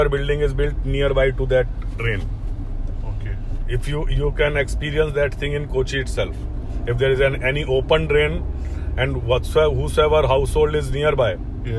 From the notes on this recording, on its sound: This conversation was recorded while we drove back after a demonstration at Coconut Lagoon, Kumarakom.